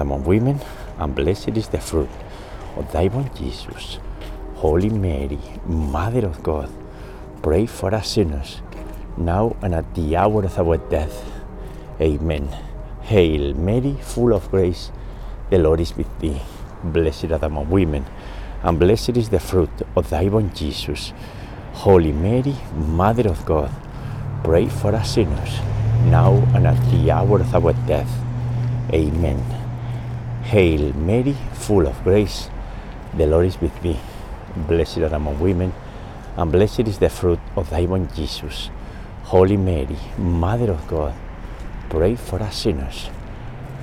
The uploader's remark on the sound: We pray today's Luminous Mysteries walking alongside the Charles River in Boston.